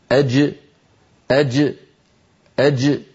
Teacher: وننطقه كما كانت العرب تنطقه في زمن النبوة شديدا مجهورا، يعني من وسط اللسان محبوس الصوت والنفس · Term: الجيم الفصيحة